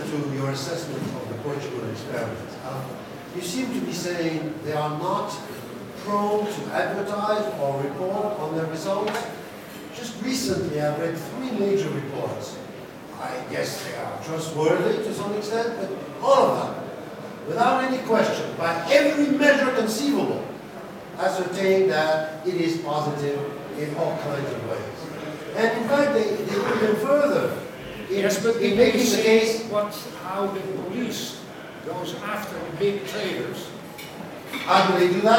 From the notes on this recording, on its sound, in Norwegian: Dette opptaket ble gjort under Cannabis Sessions at Nordic Reform Conference 2017.